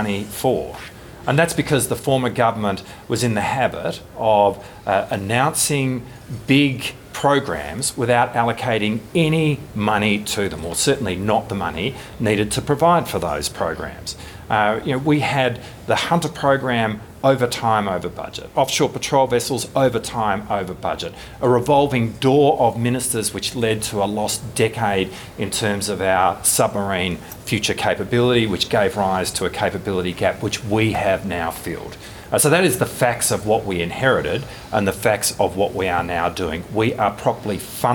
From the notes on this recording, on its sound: was at the Indo Pacific 2023 event opening's ministerial press conference, recording the full Q&A